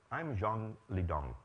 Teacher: go down in pitch on the last syllable